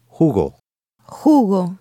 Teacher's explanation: Listen to the way that the letter J kind of sounds like an H in English.